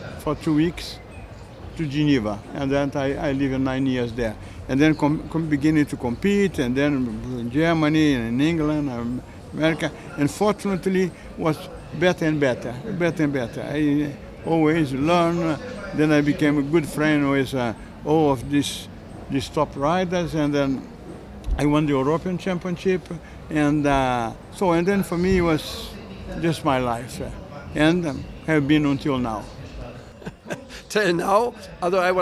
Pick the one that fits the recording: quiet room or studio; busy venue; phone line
busy venue